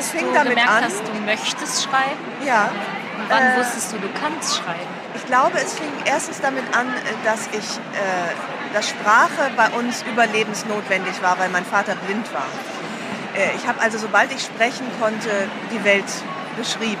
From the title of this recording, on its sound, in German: live von der Frankfurter Buchmesse